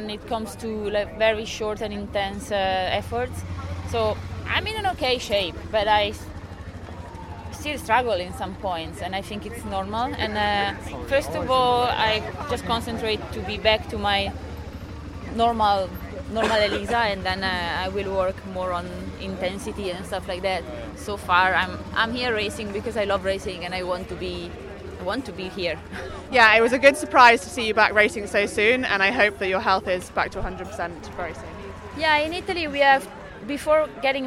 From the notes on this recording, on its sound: This episode of Service Course was recorded on location at the Hell of the North. Two breathtaking races at Paris-Roubaix.